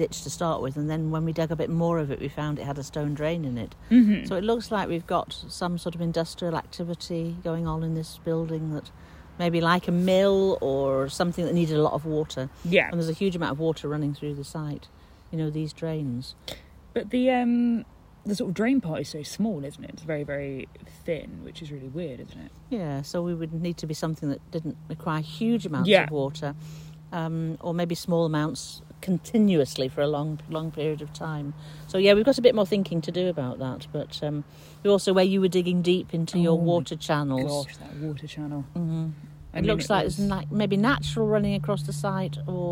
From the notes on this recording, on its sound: which was recorded ‘in the field’ at the dig site